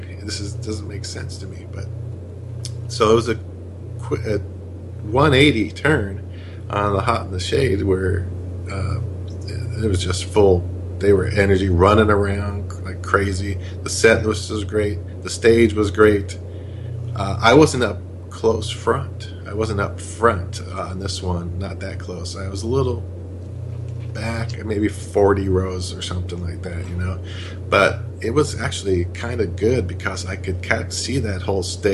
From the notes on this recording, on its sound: Please note that we had some technical issues with the audio during this episode. Our apologies for those areas of the discussion affected.